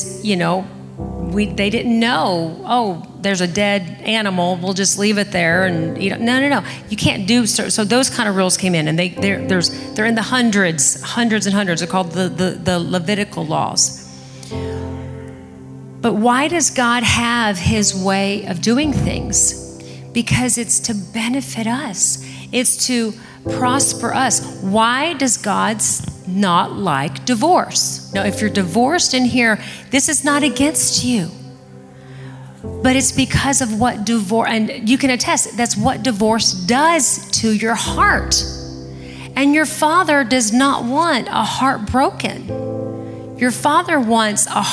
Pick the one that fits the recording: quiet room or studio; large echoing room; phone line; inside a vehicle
large echoing room